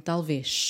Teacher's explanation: notem que o Z no final das palavras também tem o mesmo som que o S.